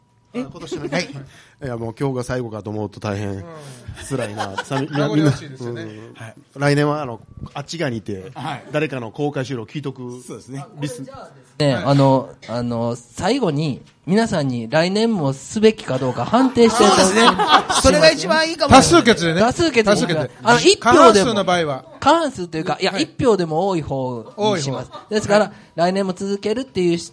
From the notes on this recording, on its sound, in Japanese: 寺子屋「練心庵」での公開収録です！